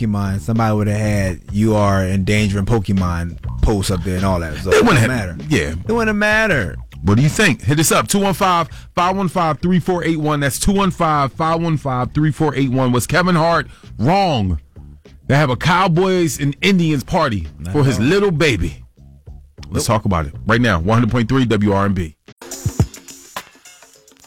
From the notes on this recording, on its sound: we opened up the phone line